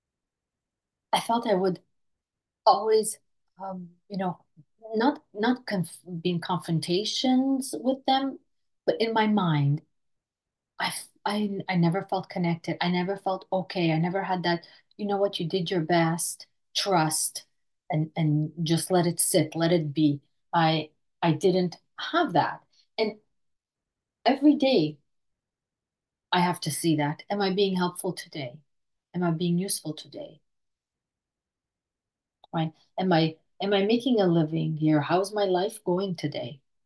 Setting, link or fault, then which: link, video call